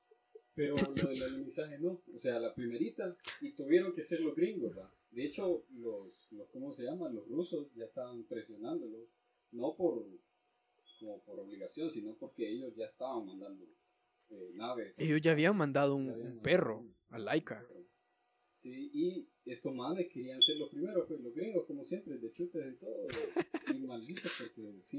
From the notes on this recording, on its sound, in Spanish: Pido una disculpa por la mala calidad del audio, tuvimos problemas técnicos que no pudimos resolver.